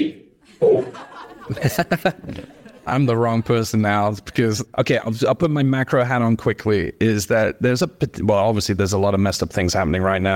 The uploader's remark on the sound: We recorded this conversation live in the heart of NYC at Barclays Rise , as part of a series of events during New York Tech Week. We recorded this conversation live in the heart of NYC at Barclays Rise , as part of a series of events during New York Tech Week.